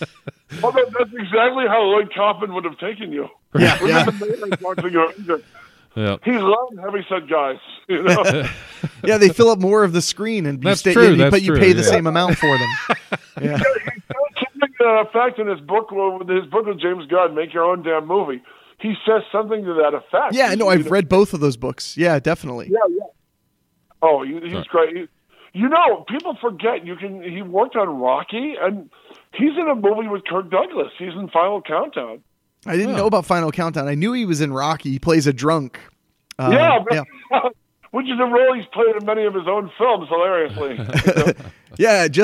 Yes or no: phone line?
yes